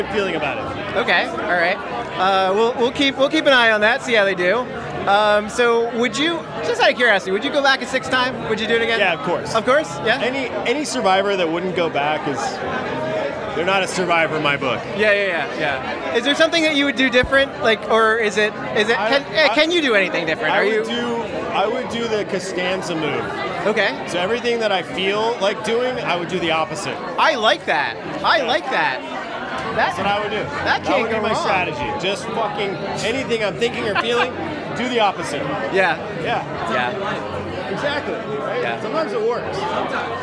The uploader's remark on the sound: Interviews From the Survivor: Winners at War Premiere Red Carpet. Red carpet on premiere night to grab interviews with some of Survivor's biggest stars.